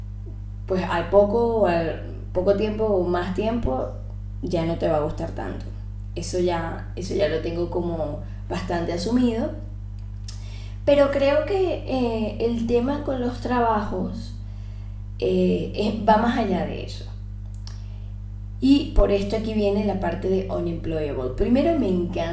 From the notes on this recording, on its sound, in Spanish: Se que el audio no es el mejor disculpen por eso